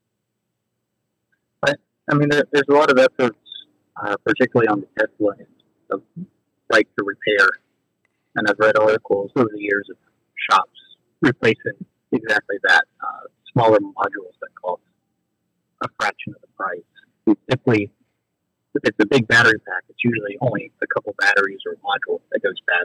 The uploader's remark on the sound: They phone in a friend to share their experience driving the Lucid Air!